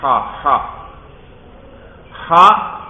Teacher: یہ حلق کا آخری نیچے والا حصہ جو ہے سینے کی طرف، وہاں سے ادا ہوتا ہے